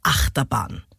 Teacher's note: Acht hat die Betonung, Terbahn ist hinten unbetont. · Term: Daktylus